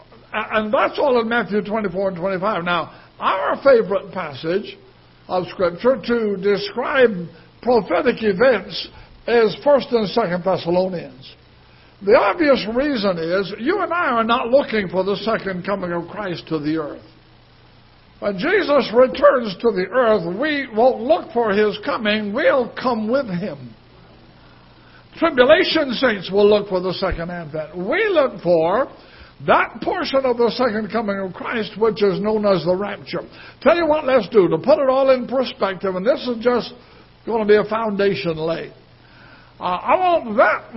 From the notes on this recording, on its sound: Ketha Heights Baptist Church ~ Live Broadcast.